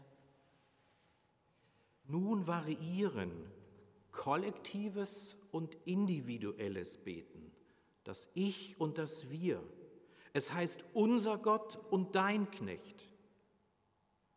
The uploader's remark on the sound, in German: Predigt Pauluskirche 9.5.2021 Rogate